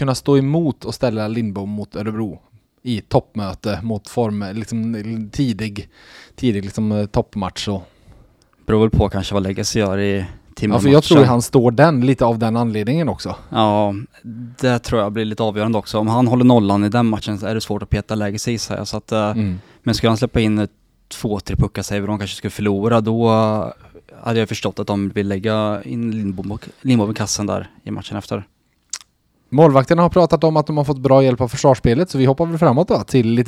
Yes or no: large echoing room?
no